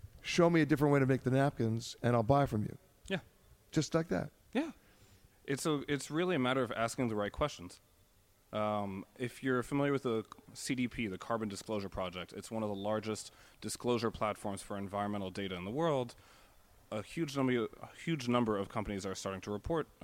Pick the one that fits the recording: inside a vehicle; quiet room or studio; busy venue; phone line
busy venue